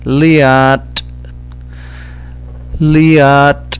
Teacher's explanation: the word for otter has an explosive T at the end